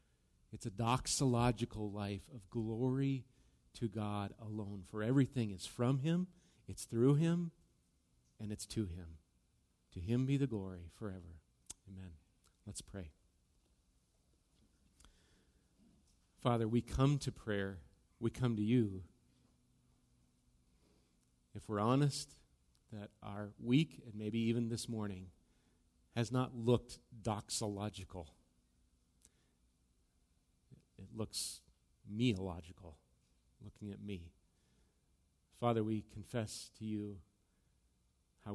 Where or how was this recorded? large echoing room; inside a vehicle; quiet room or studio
large echoing room